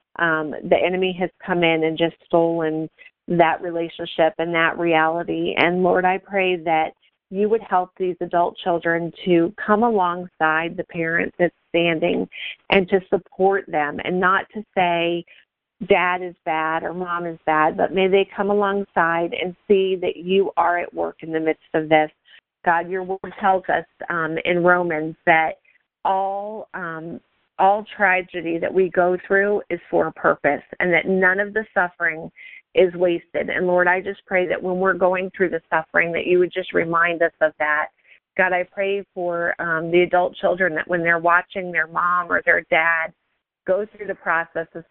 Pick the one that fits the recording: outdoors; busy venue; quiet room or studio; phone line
phone line